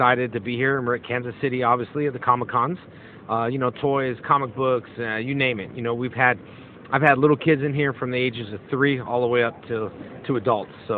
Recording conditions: busy venue